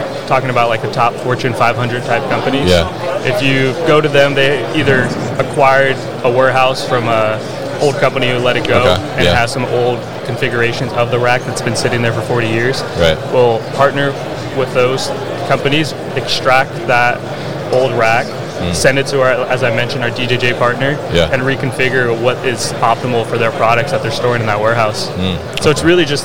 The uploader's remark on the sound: In this episode recorded at Promat 2023.